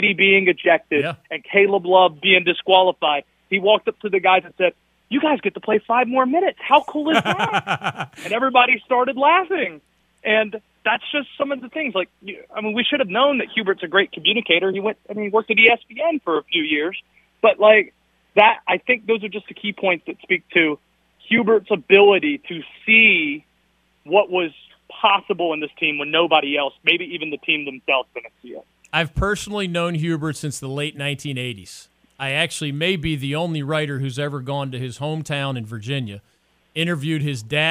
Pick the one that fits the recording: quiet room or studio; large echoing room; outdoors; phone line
phone line